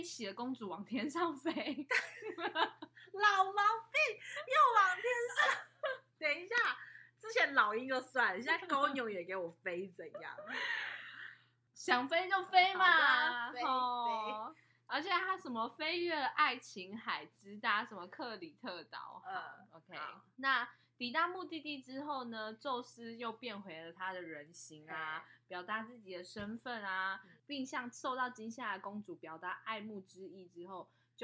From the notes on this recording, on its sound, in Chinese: 本集音質較差，請見諒